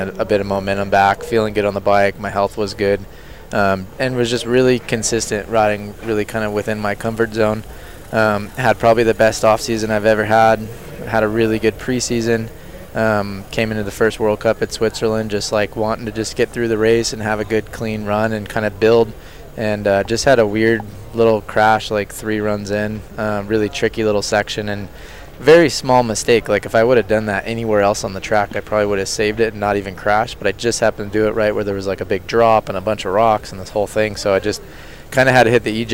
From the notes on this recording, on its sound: out at the US Open in Killington, VT.